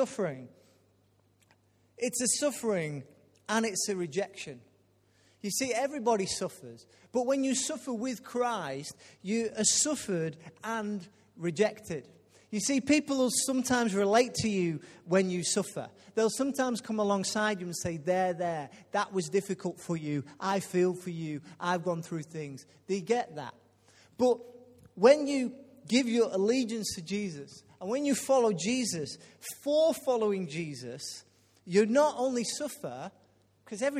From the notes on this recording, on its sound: Recorded live at Life Church Lancashire on Sunday 7th October 2018.